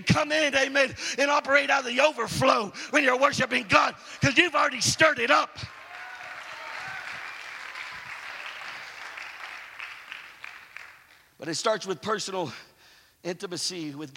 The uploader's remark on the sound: preached at "Fan the Flame" conference in Houston, TX 2017